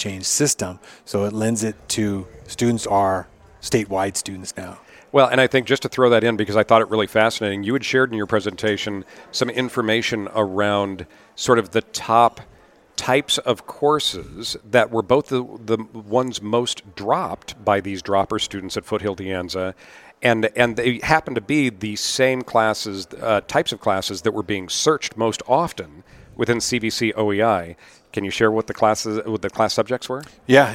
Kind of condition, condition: setting, busy venue